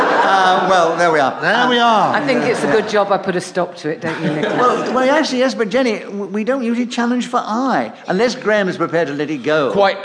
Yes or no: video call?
no